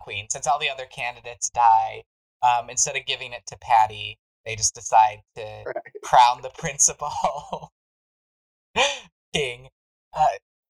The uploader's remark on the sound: Please forgive our audio tribulations!